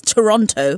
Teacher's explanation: I know that's not the correct pronunciation, but I am British, and we, in fact, pronounce all the T. So it's Toronto.